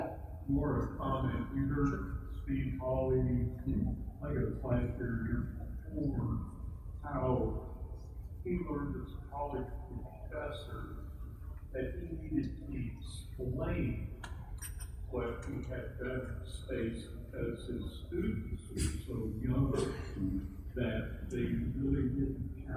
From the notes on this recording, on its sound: Thanks to everyone that came out to the event. In a live setting in front of people.